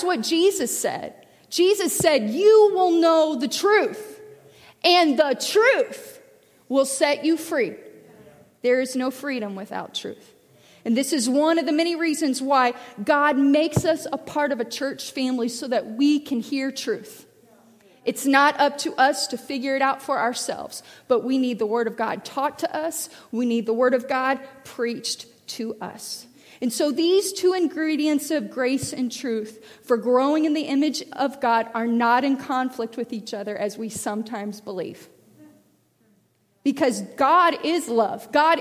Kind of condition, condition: setting, large echoing room